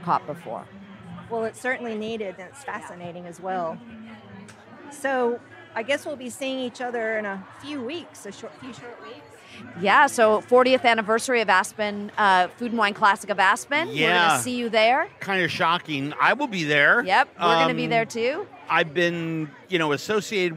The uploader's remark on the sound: This episode was recorded live at BottleRock , held in Napa Valley, CA this past Memorial Day weekend.